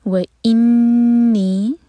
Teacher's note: نون پر غنہ اور دو حرکہ لمبا